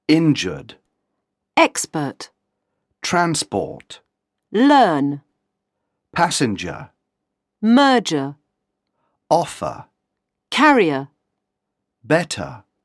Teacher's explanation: In British English, the letter R in the above words is mute.